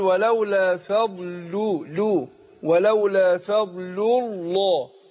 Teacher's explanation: يبقى انا رققت اللام الاولانيه اللي هي في كلمه فضل، ورحت مفخم اللام اللي هي لام لفظ الجلاله، عشان ايه؟ عشان قبلها مضموم اللي هي اللام الاولانيه. · Term: لام لفظ الجلالة